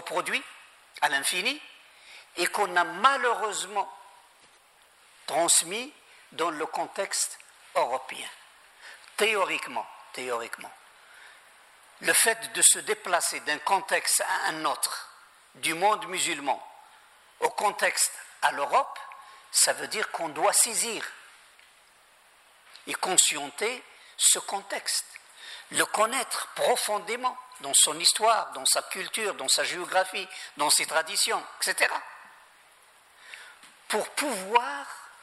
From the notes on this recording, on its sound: Thirteenth and final lecture in the Aula Árabe Universitaria 4 series, held in Madrid